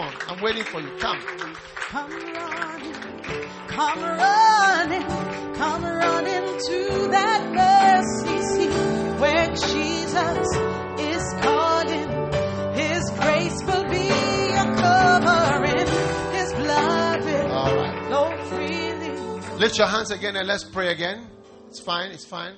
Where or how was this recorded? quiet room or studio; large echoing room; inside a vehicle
large echoing room